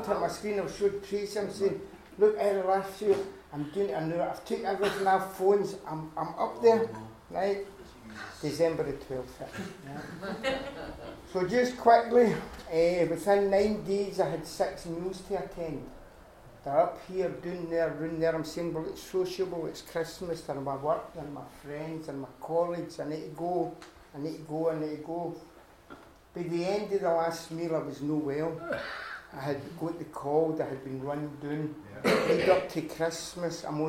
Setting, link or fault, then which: setting, busy venue